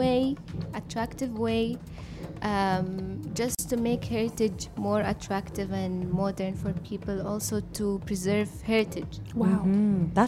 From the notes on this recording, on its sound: Live from SHD 2023. UOS College of Fine Arts and Design.